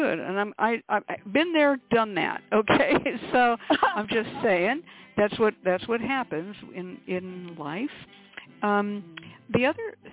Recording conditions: phone line